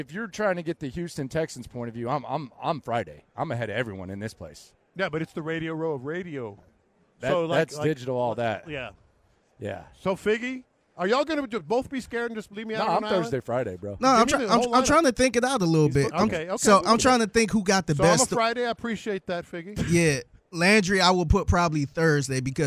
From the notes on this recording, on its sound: Live At Radio Row in Las Vegas